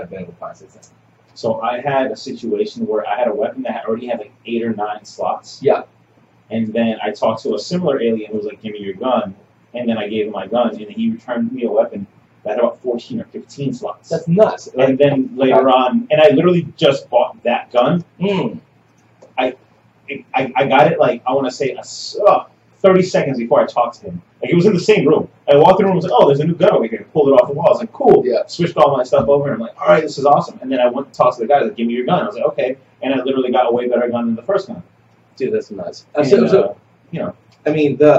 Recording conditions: poor sound quality